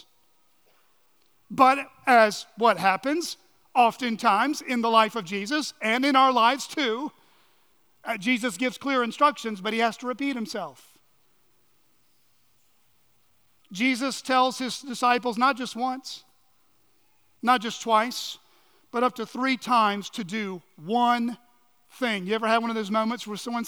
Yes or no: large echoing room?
yes